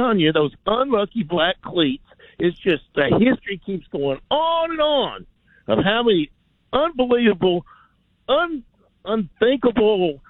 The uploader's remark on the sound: Taking more of your phone calls.